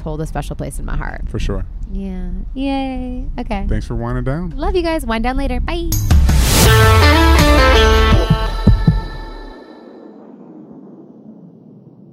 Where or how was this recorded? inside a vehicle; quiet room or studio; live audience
inside a vehicle